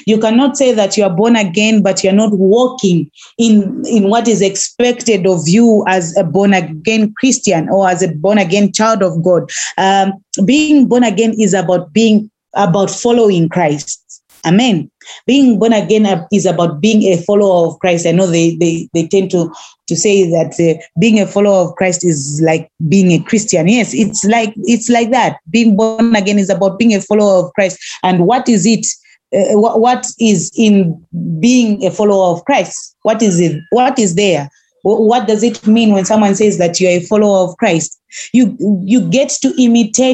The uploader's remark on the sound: Youth zoom meeting